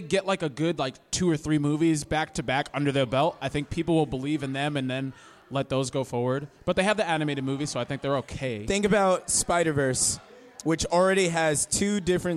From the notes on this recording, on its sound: Live at The Brewers Collective in Bay Shore, Long Island.